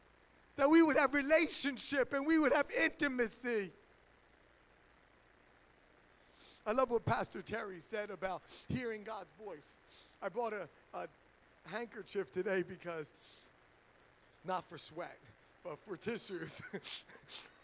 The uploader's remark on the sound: HighStreet Worship Center is a church in Burlington, New Jersey.